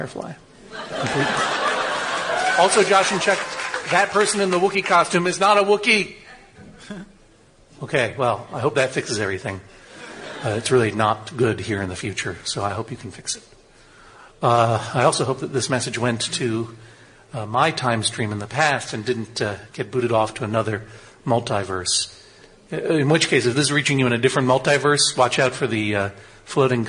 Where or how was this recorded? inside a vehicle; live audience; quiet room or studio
live audience